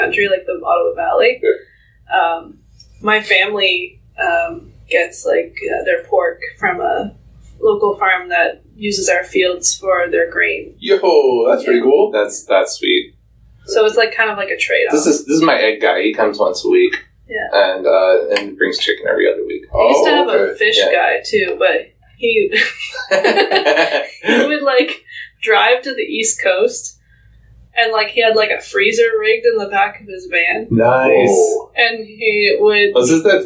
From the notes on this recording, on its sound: With apologies for sound quality issues...